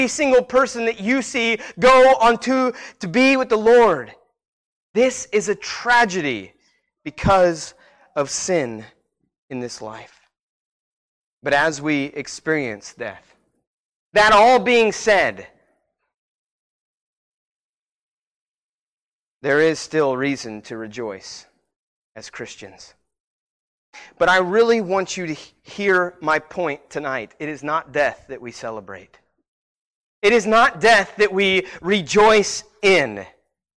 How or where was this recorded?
large echoing room